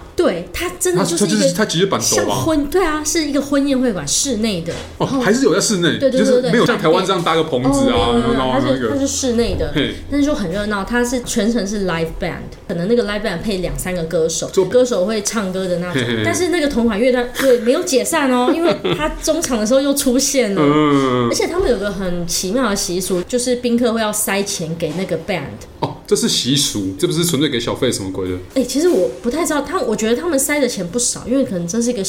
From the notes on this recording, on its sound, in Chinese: 本集白噪音指數：蚊風級 1/5。錄音地點： The Gathering Cafe 齊客咖啡。